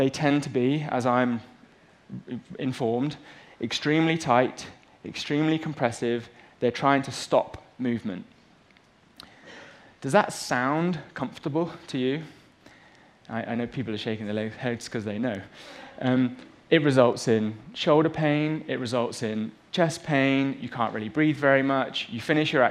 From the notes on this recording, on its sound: on stage at #BoFVOICES